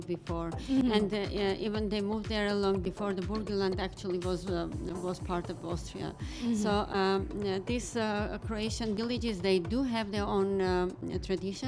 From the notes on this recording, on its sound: Live from SHD 2023